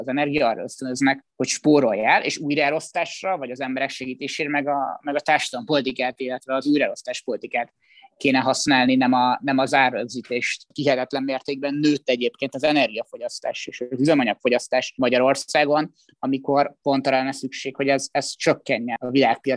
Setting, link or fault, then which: link, video call